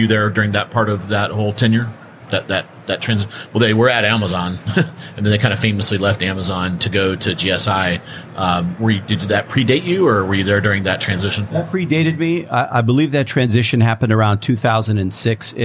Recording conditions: busy venue